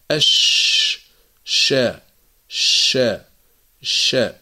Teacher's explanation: صفة التفشي، وهو جريان الصوت، المجرى مفتوح